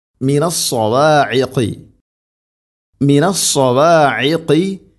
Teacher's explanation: ഐന് തൊണ്ടയുടെ മധ്യഭാഗമാണ്, ഖാഫ് തൊണ്ടയുടെ മുകൾ ഭാഗവും കഴിഞ്ഞ് ചെറുനാക്കിൻ്റെ ആ ഭാഗം